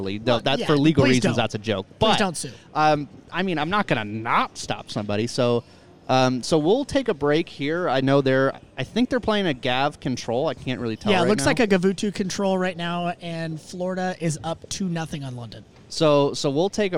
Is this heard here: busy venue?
yes